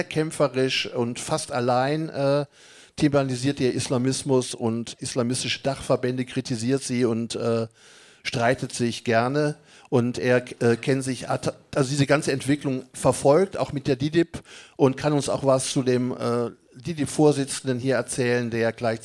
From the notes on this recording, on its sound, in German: Podiumsdiskussion zur Moschee-Erweiterung an der Gathe.